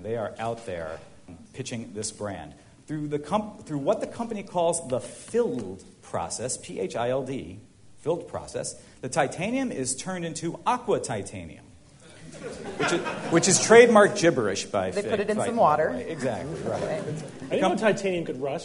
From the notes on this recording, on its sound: Live from NECSS 2012